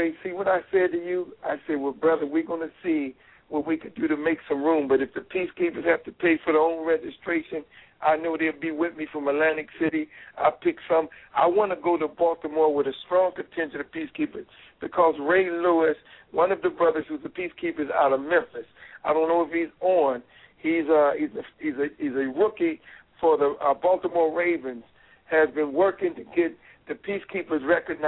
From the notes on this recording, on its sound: Members call